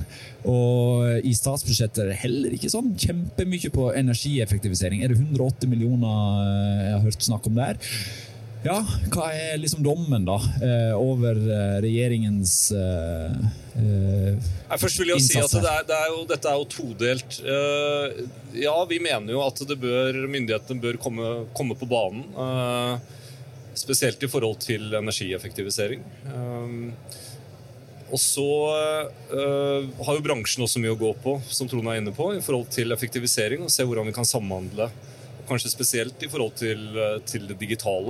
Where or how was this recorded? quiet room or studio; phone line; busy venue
busy venue